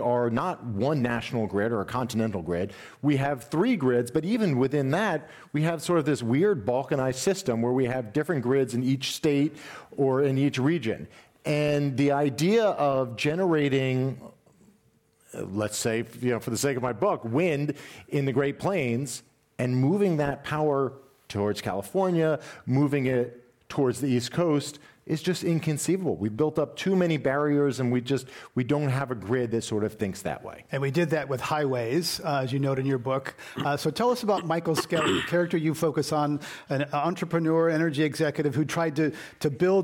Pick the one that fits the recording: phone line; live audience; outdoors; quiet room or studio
live audience